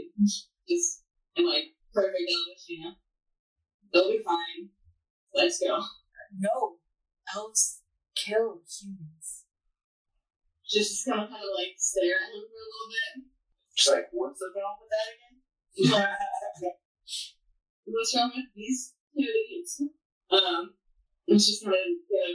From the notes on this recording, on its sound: Sorry for the Audio Quality!